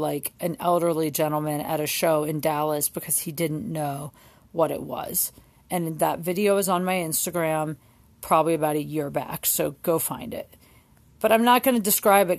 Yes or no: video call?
no